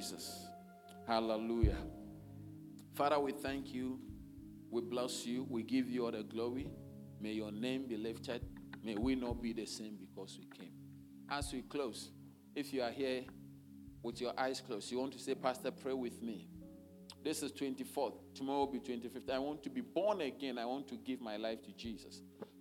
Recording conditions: large echoing room